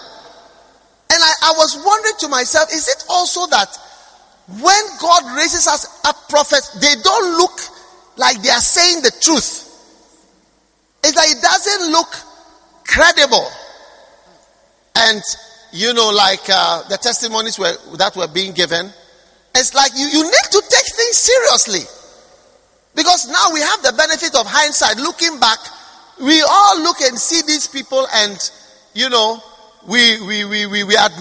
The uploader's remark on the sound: Preached at the First Love Center, Accra